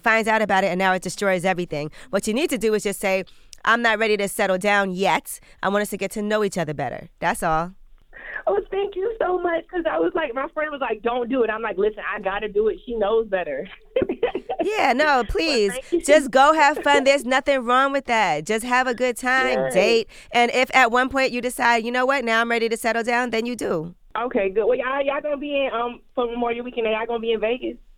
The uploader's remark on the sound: Callers call in to the breakfast club